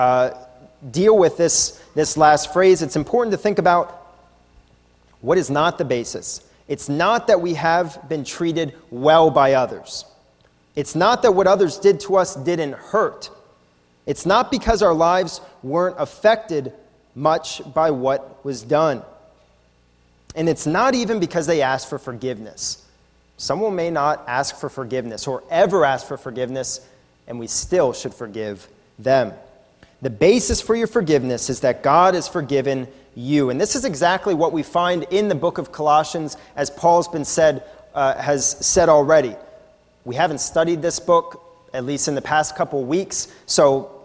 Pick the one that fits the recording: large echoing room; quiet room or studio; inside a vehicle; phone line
large echoing room